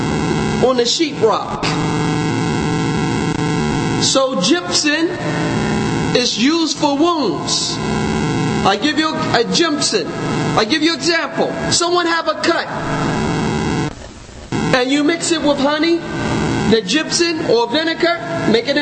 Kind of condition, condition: setting, large echoing room